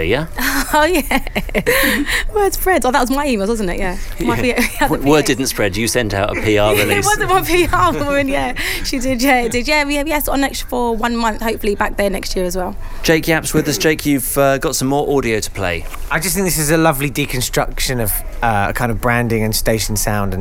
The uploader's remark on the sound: This festive edition comes direct from the Hippodrome Casino in London’s Leicester Square where some of our closest friends have gathered to enjoy some fun audio together and talk about radio production.